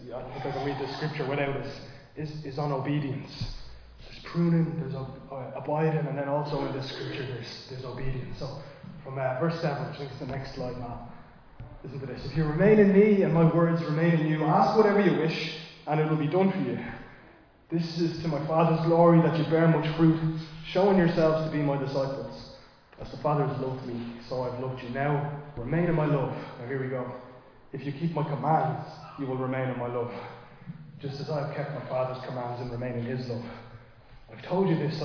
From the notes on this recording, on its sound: Recorded live in Liberty Church.